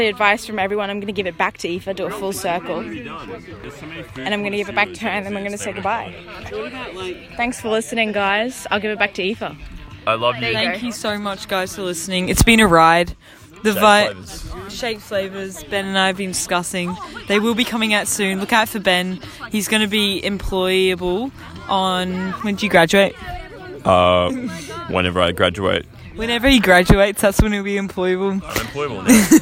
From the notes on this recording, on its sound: Camping edition. They record a random spontaneous tipsy podcast around the campfire.